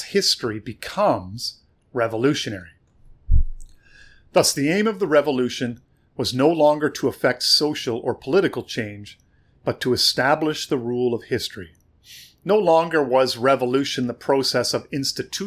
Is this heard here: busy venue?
no